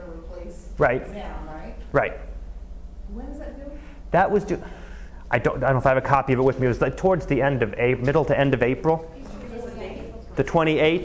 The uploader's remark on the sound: Live Class Lecture